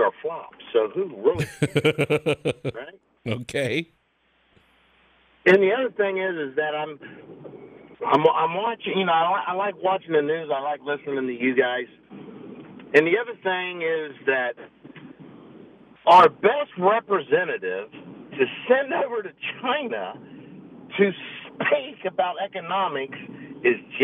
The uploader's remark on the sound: Saturday Morning Open Phones